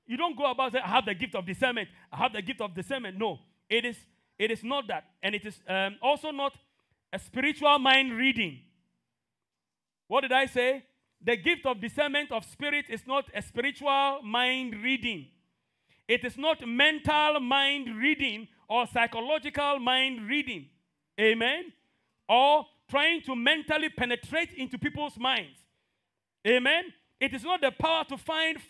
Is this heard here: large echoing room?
yes